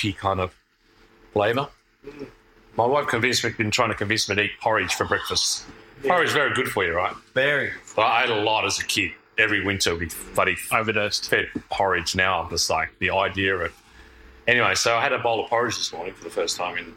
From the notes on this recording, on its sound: NOTE: This episode has poor sound quality due to a lack of technical skill on behalf of the hosts.